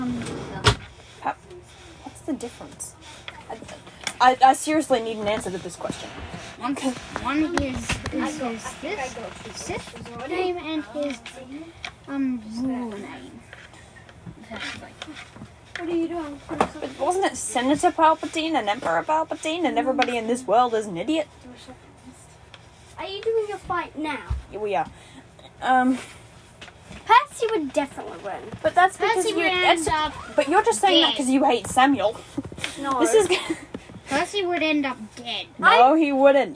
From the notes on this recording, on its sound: It’s basically us just having a very heated discussion. Headphone users, I am very sorry for the noise.